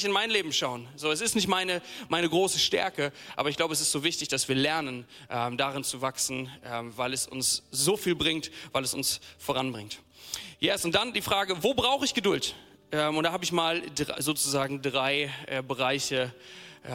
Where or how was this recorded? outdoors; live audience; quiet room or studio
live audience